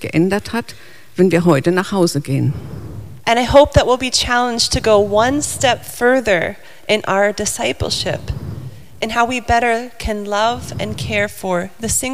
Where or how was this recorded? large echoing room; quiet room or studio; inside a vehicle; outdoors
large echoing room